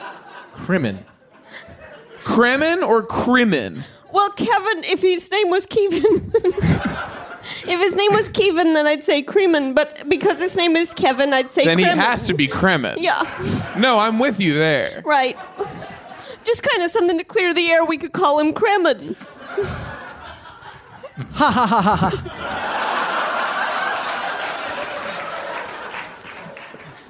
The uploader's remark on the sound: live from The Bell House.